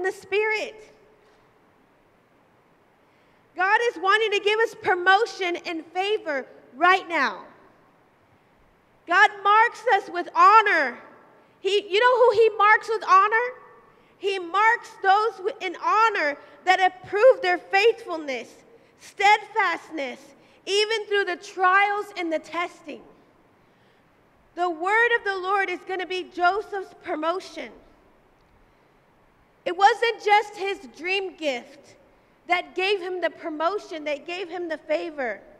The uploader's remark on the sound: Live at Emerging Streams Apostolic Center in Stryker, Ohio